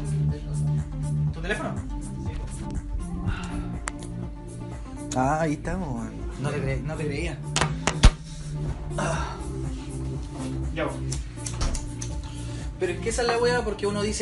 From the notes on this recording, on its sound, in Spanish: Grabado con un teléfono, cervezas y estupefacientes.